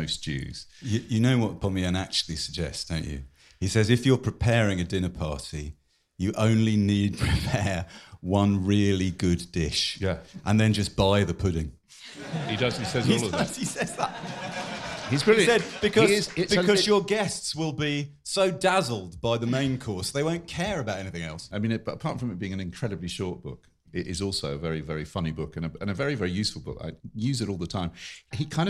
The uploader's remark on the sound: Which was recorded live at the London Library.